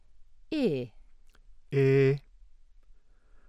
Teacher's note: Fairly front, fairly close, unrounded, laxed cardinal 1, small cap I.